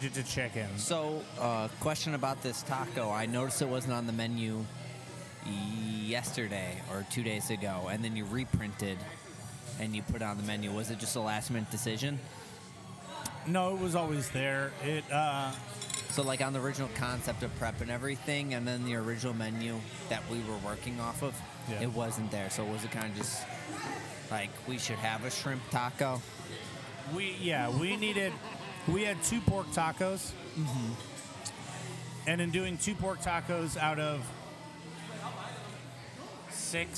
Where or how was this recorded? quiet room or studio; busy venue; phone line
busy venue